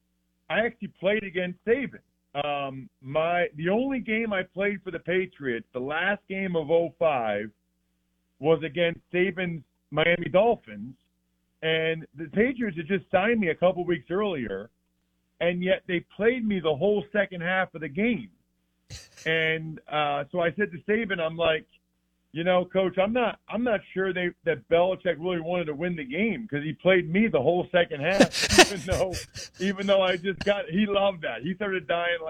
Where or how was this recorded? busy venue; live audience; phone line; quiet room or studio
phone line